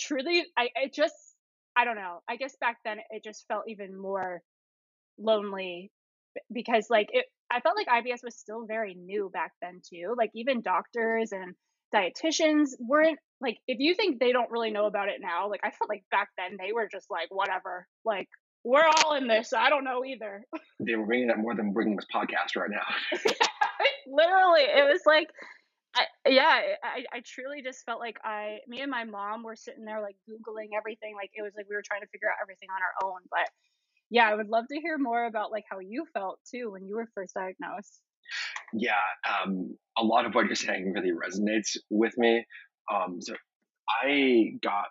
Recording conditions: poor sound quality